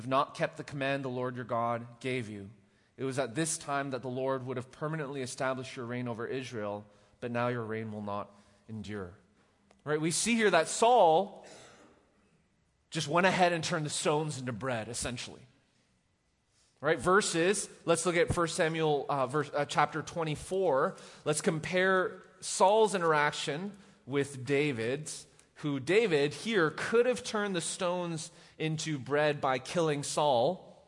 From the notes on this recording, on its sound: Recorded live at The Fellowship at Two Rivers